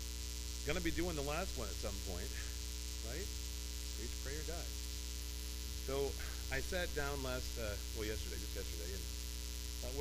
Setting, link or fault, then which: setting, large echoing room